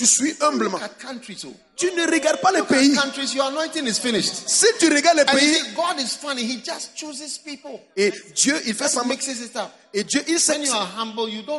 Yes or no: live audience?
yes